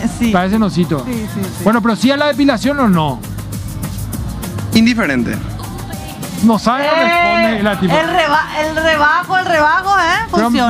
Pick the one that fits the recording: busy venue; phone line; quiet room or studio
busy venue